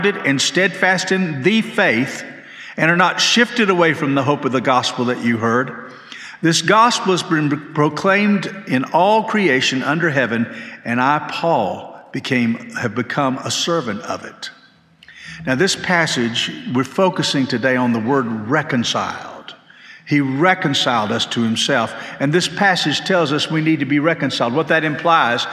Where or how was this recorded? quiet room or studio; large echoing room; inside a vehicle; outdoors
large echoing room